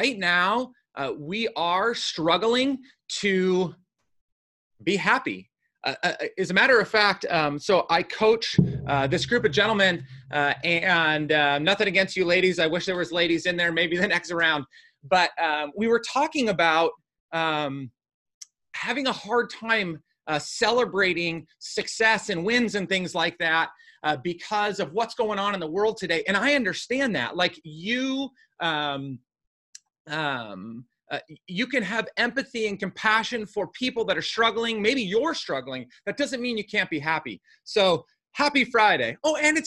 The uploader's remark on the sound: After answering them last week on a live webinar, I decided to share the audio with you here.